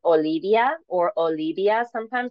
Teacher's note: where they replace the V as in Victor with B as in Bravo